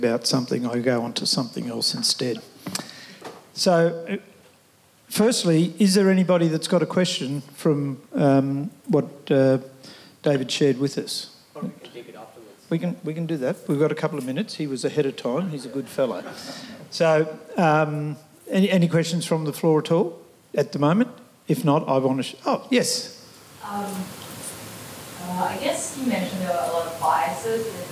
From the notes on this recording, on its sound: LIVE Panel Discussion. Our first ever in-person event.